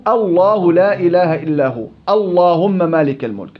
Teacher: وإذا بدأ بلفظ الجلالة يبتدئ بفتح همزة الوصل فتفخم، نحو الله لا إله إلا هو، اللهم مالك الملك.